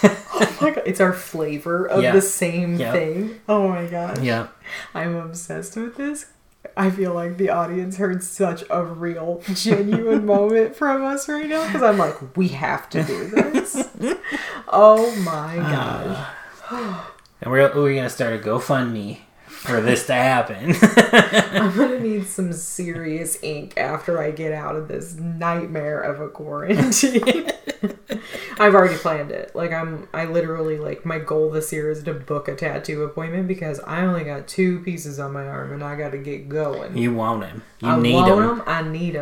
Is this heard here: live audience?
no